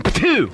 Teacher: Another verbal signal is the bilabial plosive, usually accompanied by a spray of tobacco juice from the oral cavity.